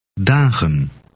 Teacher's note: the en ending on dagen is unstressed and resembles an u sound.